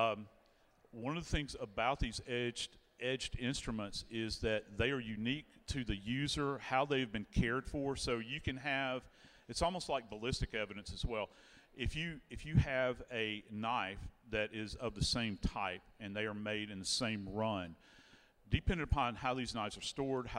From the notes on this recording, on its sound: Body Bags Live at CrimeCon 2023. In front of a live audience at CrimeCon 2023 in Orlando, Florida.